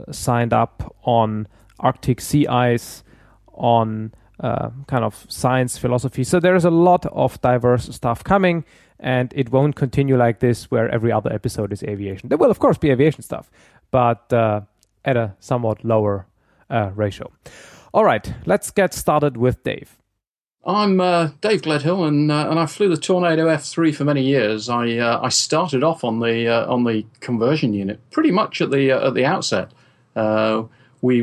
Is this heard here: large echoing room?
no